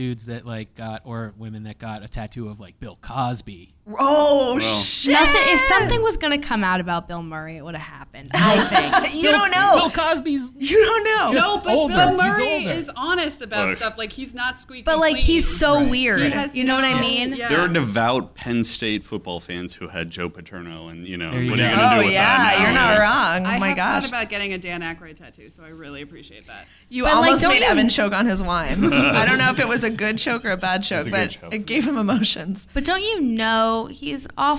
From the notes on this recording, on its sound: Live from Astoria Coffee. With a live show for Mental Health Awareness Week.